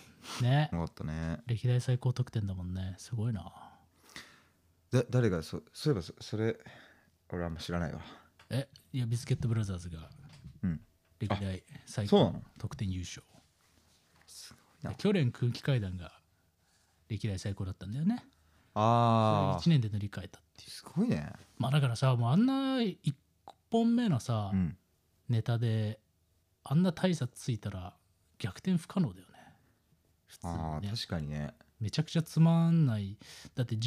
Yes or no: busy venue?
no